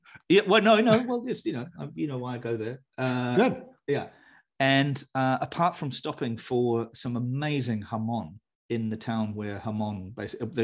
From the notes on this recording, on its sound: The audio of the hour-long webinar is in the podcast above.